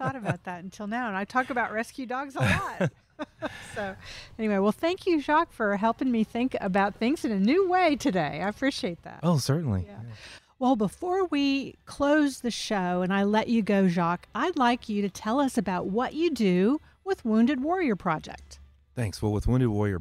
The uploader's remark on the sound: Recorded at Wheelers Western Outfitters.